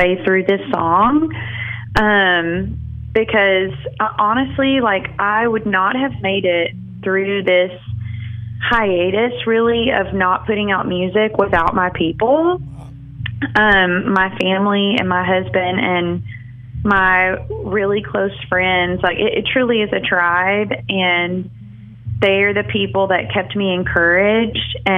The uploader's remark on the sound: Joins the MY-101.5 morning show by phone.